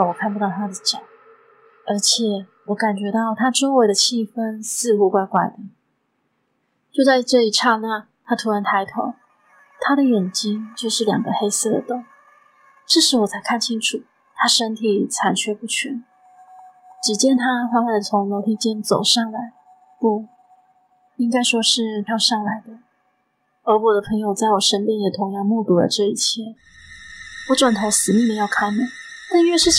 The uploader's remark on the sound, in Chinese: 音檔從Youtube影片轉來。會有音質上的不足。